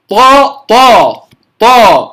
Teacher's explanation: لما نقول طا طا طا، سيأتي معنا في الصفات الطاء هي أشد حروف أو أقوى حروف اللغة أو أقوى حروف اللغة العربية لاجتماع جميع صفات القوة فيها، يجتمع فيها جميع صفات القوة. فلذلك لما نقول طا طا طا، لا أقول طا طا، لا أهمس الطاء